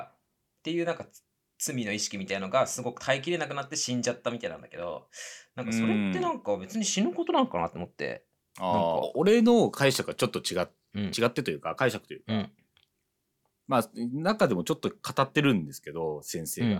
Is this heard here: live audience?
no